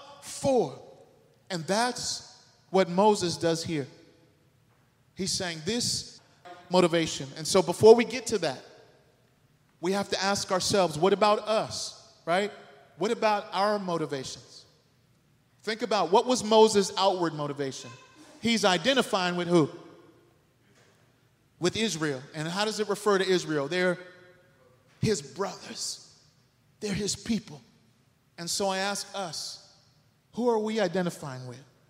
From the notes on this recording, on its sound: The sermon was delivered on September 17th 2023 at New City Fellowship West End. Louis, MO.